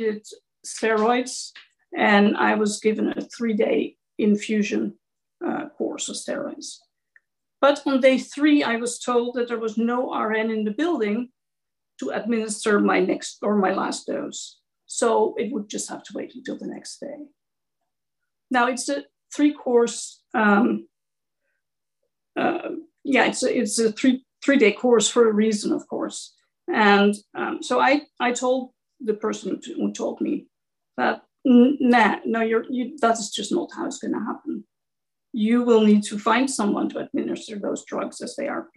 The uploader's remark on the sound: sharing the audio from Consumer Voice’s webinar